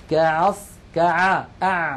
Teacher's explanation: العين من فين؟ من وسط الحلق